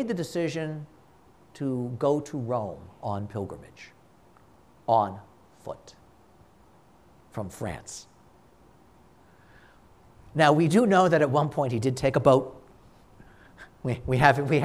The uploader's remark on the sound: This conference was given at a Shrine.